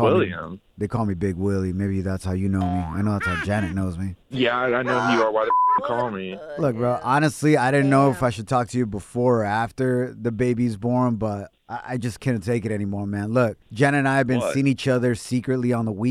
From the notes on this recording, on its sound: we opened up the phone lines